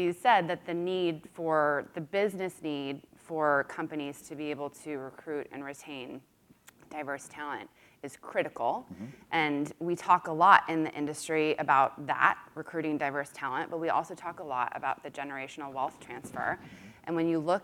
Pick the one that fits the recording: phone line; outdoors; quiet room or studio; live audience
live audience